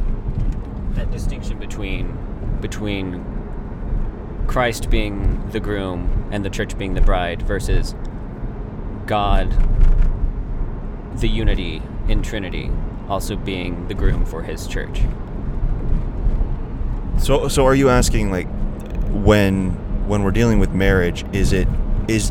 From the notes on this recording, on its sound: gave us the opportunity to record on the long drive back